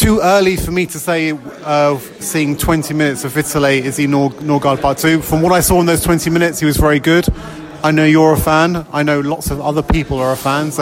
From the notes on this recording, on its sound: Post-match podcast from the pub.